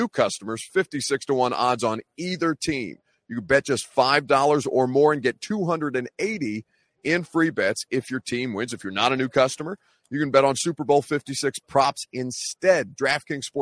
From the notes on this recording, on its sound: at NFL Honors LIVE from LA